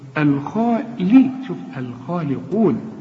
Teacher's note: الخاء أعلى درجات التفخيم الحرف المفخم اللي بعده ألف، واللام دي بقى تكون أكثر رقة